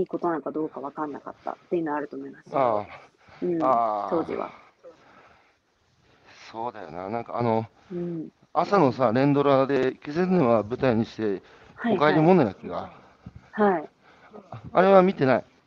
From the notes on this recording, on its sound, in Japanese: 歩きながら1時間、対談する